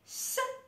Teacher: Punta della lingua in basso. Avvicina la lingua al palato ma non tocca il palato. Labbra arrotondate in avanti. L'aria esce nello spazio tra palato e lingua. S. Le corde vocali non vibrano.